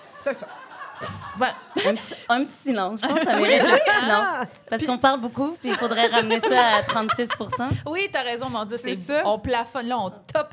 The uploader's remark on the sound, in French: Enregistré devant public à l'Idéal à Montréal.